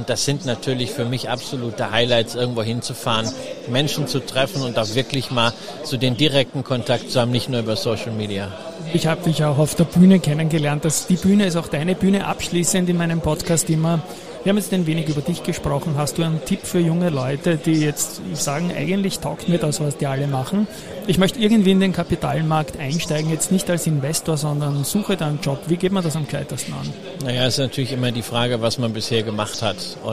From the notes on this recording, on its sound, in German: Live auf der Gewinn-Messe auf unserem Börsenradio-Podcaststand aufgenommen